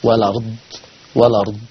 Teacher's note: هيبقى عندي النقل لورش عن نافع فتبقى لما مفتوحة والأرض والأرض.